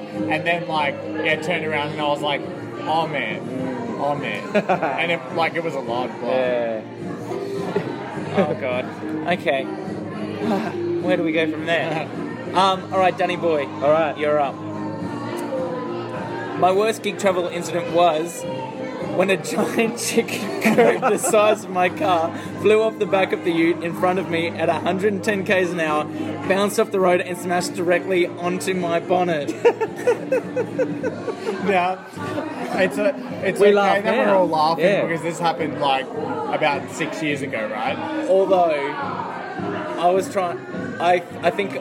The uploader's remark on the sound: Live from Ipswich. Recorded live at Brothers Leagues Club, Ipswich. The boys also kinda played some live music (being at a gig and all).